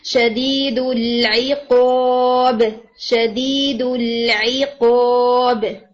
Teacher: جب آپ last word پڑھیں گے تو اس پہ نا قلقلہ ہوگا